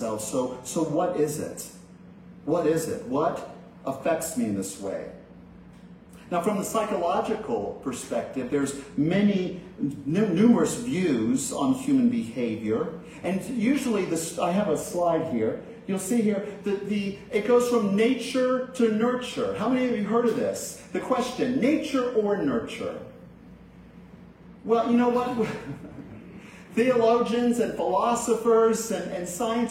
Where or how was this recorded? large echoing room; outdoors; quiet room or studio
large echoing room